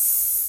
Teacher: And you know how we need that narrowing of the tip of the tongue to make that nice S, right? And we want that single stream of air to come through to produce that S sound that makes that nice fricative sound, right?